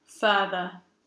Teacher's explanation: Reversed epsilon, the stressed schwa sound.